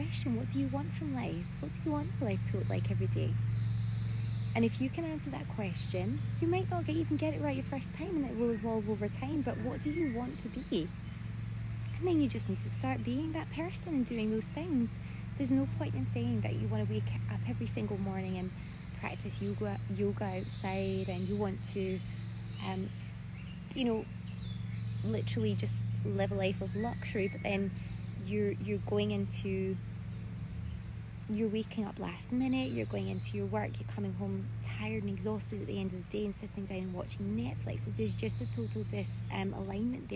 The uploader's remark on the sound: This episode was taken from an IG live